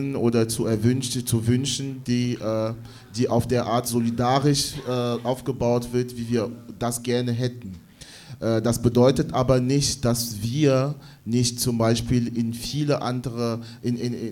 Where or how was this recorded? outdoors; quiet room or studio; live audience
live audience